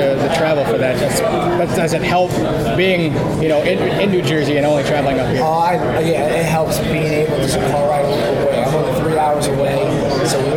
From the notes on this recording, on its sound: today's press conference in Utica for UFC Fight Night 131